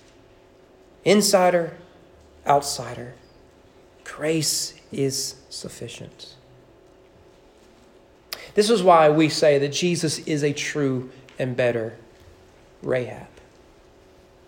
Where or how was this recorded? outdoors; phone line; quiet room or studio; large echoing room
large echoing room